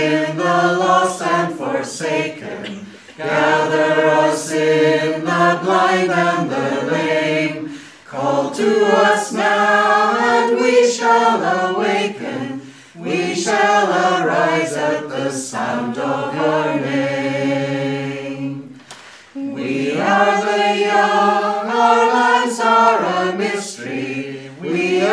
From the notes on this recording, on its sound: Audio podcast of morning service